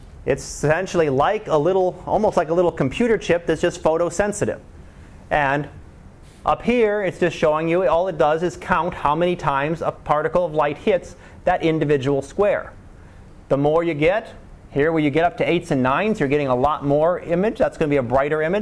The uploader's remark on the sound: Live Class Lecture